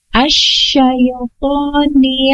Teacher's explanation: ada sifat tapasyi, yaitu udara menyebar